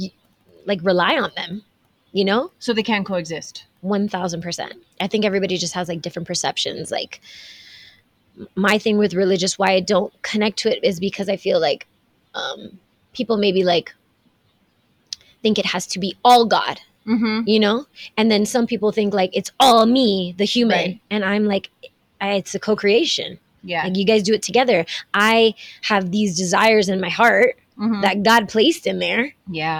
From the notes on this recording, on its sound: recorded in the mountains of Zion National Park